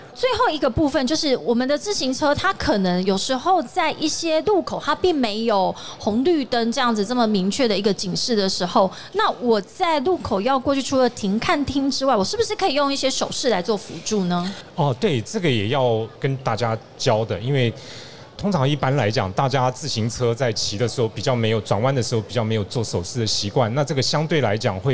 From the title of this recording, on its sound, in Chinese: 2022 Taipei Cycle台北國際自行車展-Live Podcast